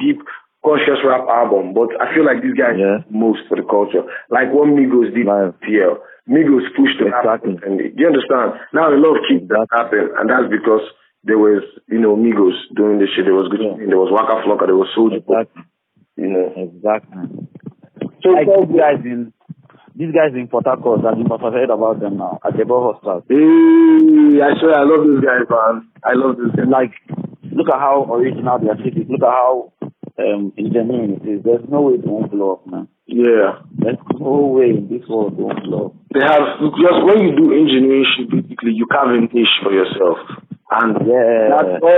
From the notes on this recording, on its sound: over the phone